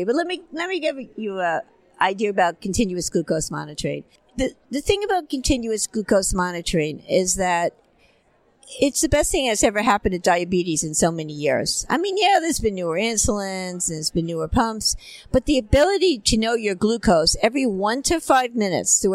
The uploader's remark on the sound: ADCES22 Live. From the Exhibit Hall.